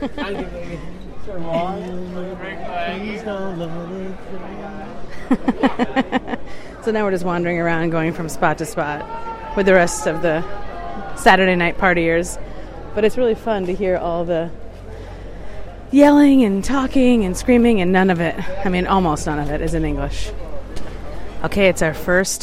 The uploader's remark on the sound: Our first Saturday Night on the streets of Venice, Italy, capturing the sounds